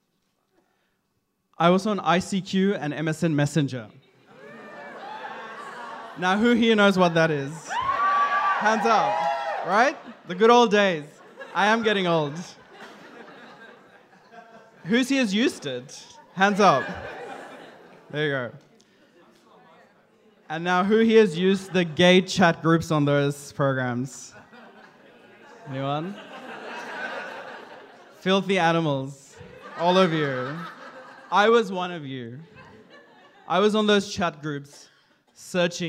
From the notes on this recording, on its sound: This is his first attempt at telling a story to a live audience. Queerstories is an LGBTQIA+ storytelling night. With regular events in Sydney, Melbourne and Brisbane.